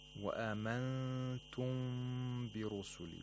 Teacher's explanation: The نُون is followed by تَ، which is a letter of إِخْفَى. You have to approximate the place of articulation of تَ and at the same time make a nasal sound for two vowel counts. · Term: إِخْفَى of نُون ساكنة